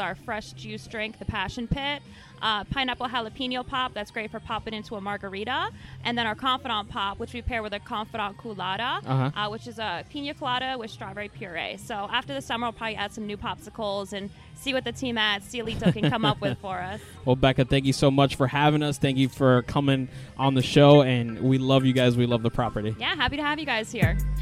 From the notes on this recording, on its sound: we are live at The Confidante Miami Beach